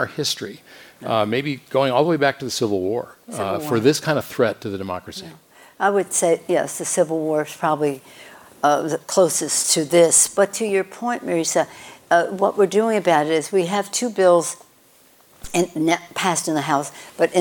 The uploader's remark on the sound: On stage at KQED Live. (at KQED Live). On stage at KQED Live.